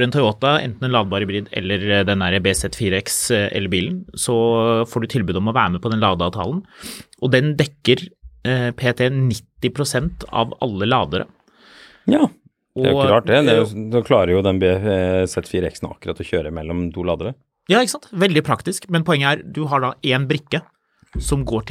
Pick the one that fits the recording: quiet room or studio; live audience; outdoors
quiet room or studio